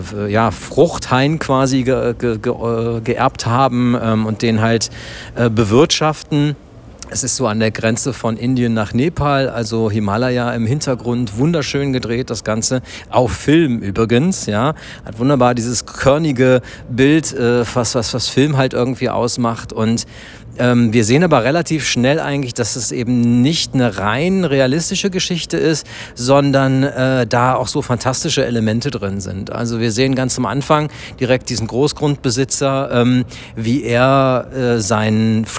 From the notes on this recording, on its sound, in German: live von der Berlinale